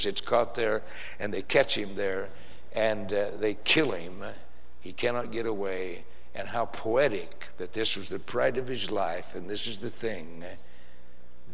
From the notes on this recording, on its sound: Preached in San Antonio TX Church